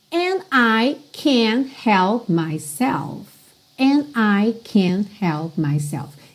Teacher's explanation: você não está ouvindo esse D, esse T ali bem marcadinho, ok? Eles só fecham mesmo.